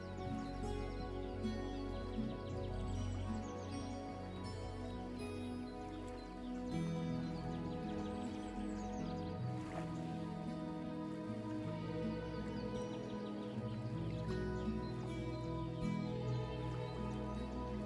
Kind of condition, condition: fault, sounds in the background